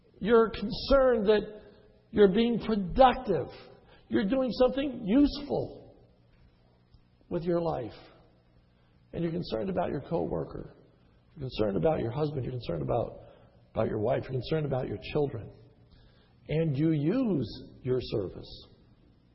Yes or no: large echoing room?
yes